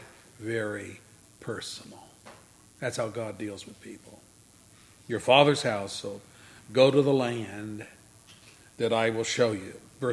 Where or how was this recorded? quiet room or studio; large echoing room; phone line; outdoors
large echoing room